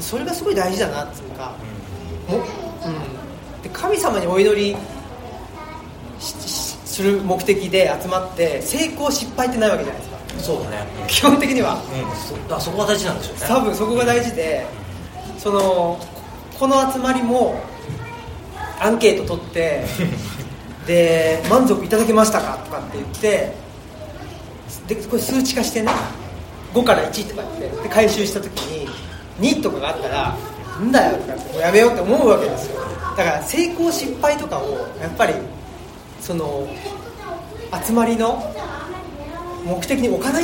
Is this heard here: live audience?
yes